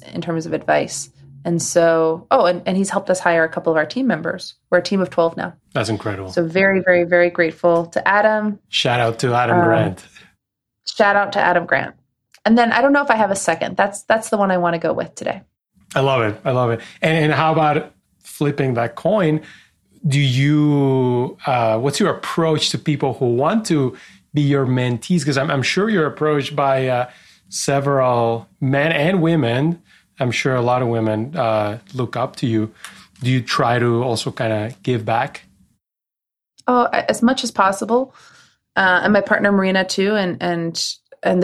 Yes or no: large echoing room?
no